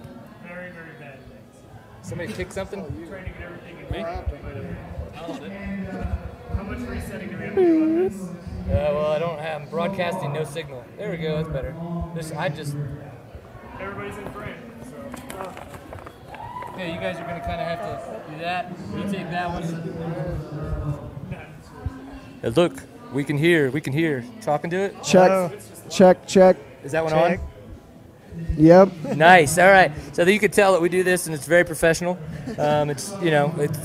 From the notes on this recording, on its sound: Live with racers at the 2013 Big Sky XC during the AMA Offroad National Championships.